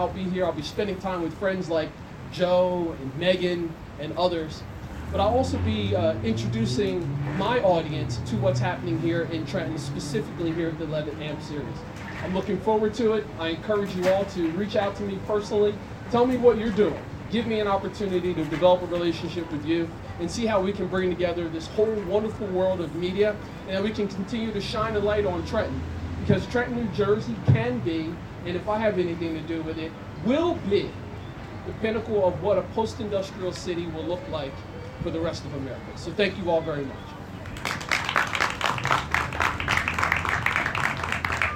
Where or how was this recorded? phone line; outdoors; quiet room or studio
outdoors